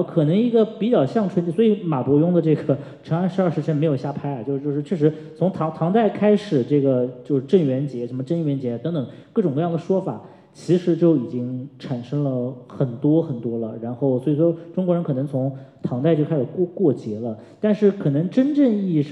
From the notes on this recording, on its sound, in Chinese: 艺述电影在艺海剧院小剧场举办了一场迎新活动。以下是讲座现场的音频录音。